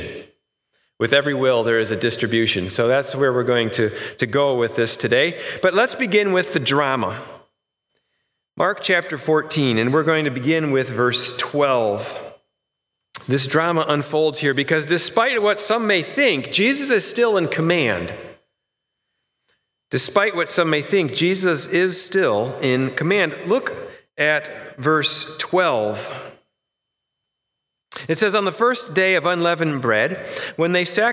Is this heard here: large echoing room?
yes